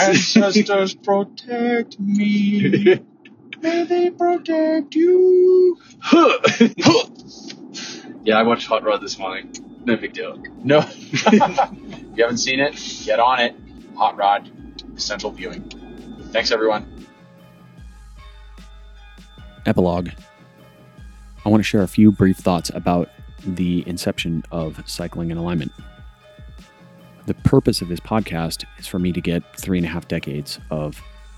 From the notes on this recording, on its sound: It is technically a CARPOD, as we are driving to Steamboat, Colorado